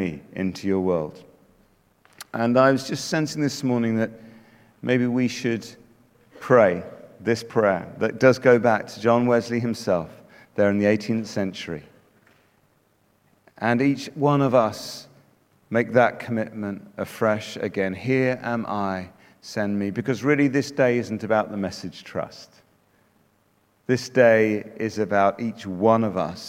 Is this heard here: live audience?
yes